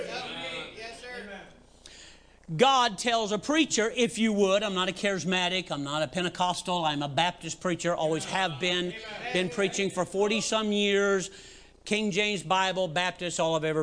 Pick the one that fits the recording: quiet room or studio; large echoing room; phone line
large echoing room